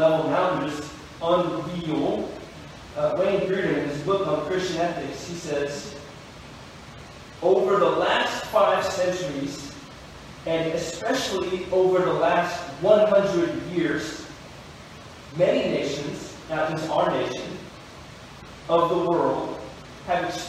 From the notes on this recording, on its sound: We apologize for the poor audio quality.